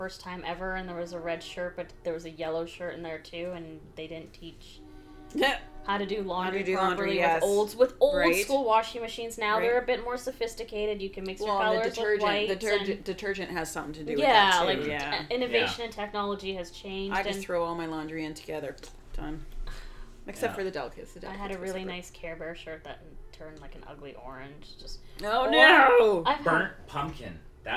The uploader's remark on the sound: We are still working on perfecting the Blue Yeti microphones and the sound testing.